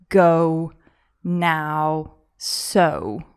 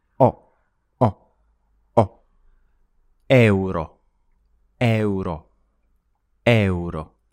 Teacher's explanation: The Italian O is very short, sharp O sound. · Shown in: second take